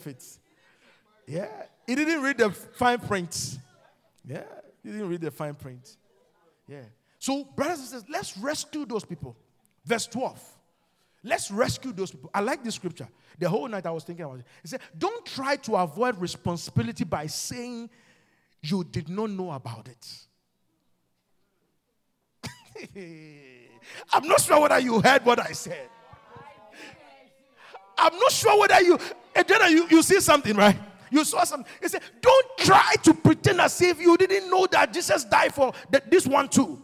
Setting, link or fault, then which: setting, large echoing room